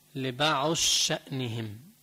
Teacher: وإن تحركا سميا متقاربين كبيرا، إذا اثنيناتهم متحركين، مثل لبعض شأنهم، لبعض شأنهم على قراءة بضغم الضاد بالشين